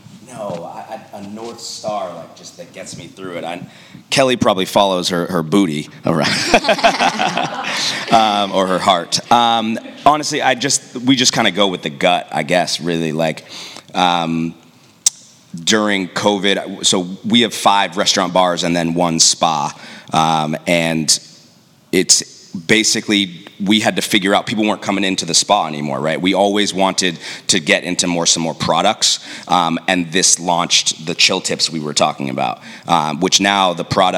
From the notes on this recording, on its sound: The Retail Darwin LIVE BOSTON June 2023. We did it LIVE! Seaportbost.